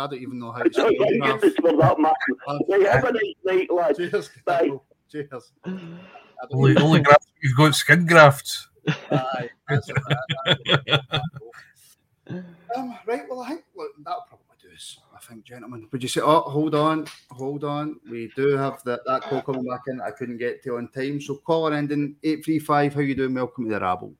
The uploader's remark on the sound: Rabble Phone